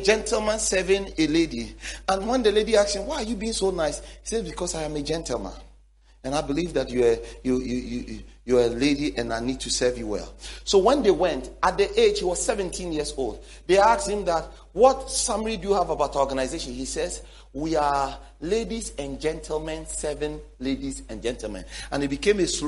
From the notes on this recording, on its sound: sermon series preached at The Faithlife Church, Ghana-Tema Community 3 Site